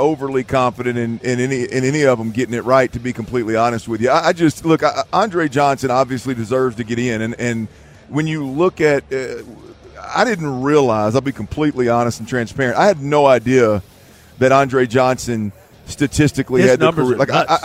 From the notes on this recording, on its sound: Joins THE DRIVE from Sin City. Live from radio row in Vegas.